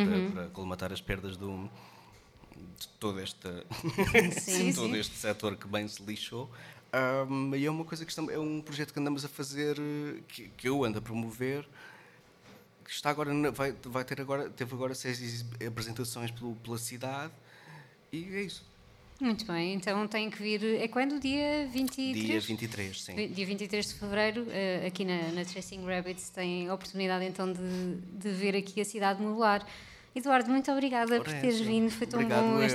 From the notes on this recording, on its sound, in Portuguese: Foi o que aconteceu em mais uma tarde de Salt Peanuts ao Vivo na Chasing Rabbits. Na verdade não saímos fisicamente da Rua do Sol ao Rato.